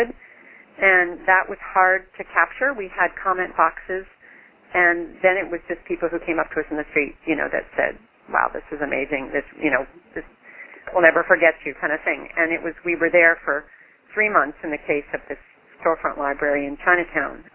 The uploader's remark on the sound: Call recorded on February 16, 2012.